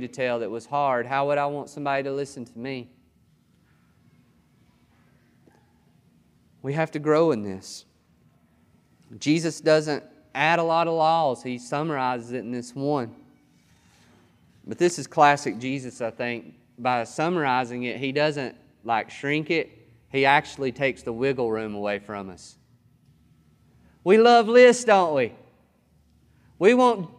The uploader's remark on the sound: This sermon was recorded on July 18th, 2021 at Matthew's Table Church in Cleveland, TN